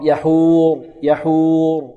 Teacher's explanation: يحور تسكين الراء، والراء مفخمة لماذا؟ لأنها ساكنة وقبلها ضم